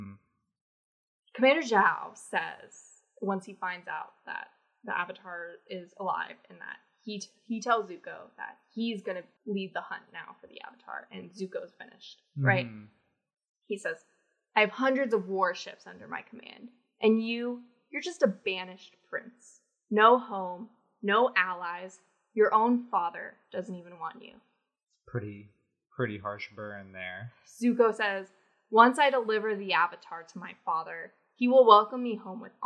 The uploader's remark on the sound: Sorry about the echo-y audio! We are still figuring out our set up so bear with us.